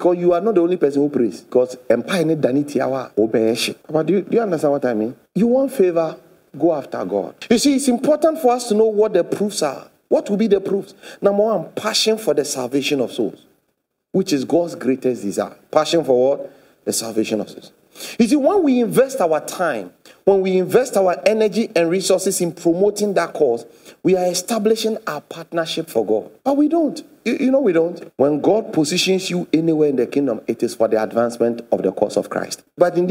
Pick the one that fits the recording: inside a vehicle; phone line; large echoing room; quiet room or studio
large echoing room